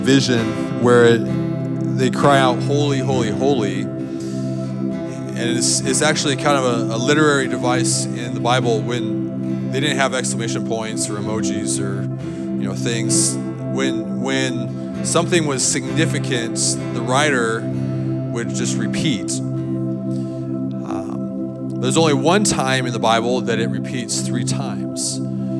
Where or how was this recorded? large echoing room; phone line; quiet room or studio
large echoing room